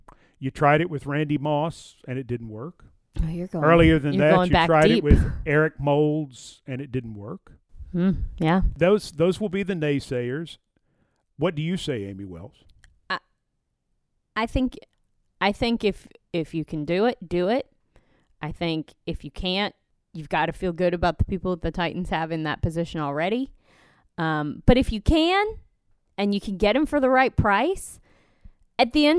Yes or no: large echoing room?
no